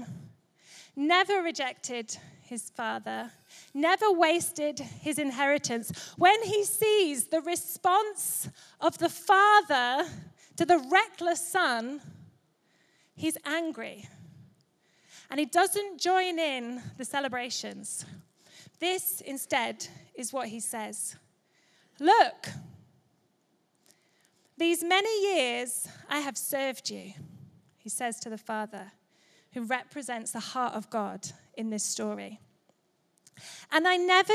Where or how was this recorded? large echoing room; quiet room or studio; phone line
large echoing room